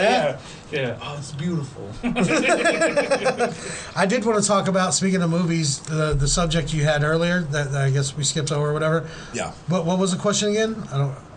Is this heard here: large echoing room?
no